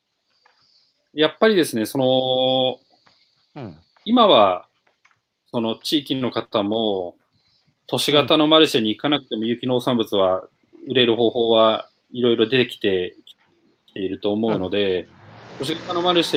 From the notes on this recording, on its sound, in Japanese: 歩きながら1時間、対談する。